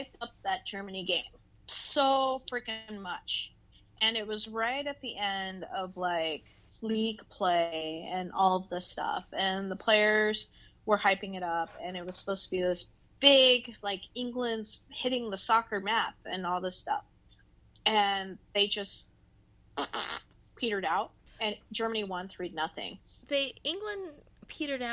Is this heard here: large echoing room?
no